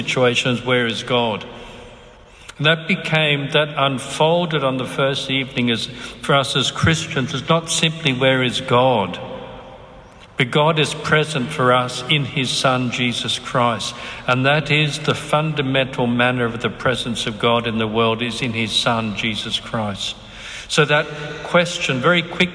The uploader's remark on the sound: Recorded on 9 April 2019 at St Carthage's Catholic Cathedral, Lismore, New South Wales, Australia